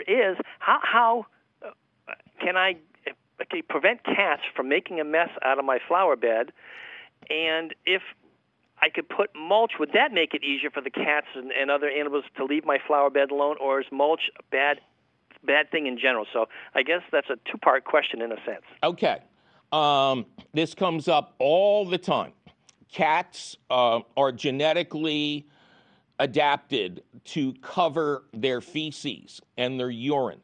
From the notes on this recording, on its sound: your Fabulous Phone Calls!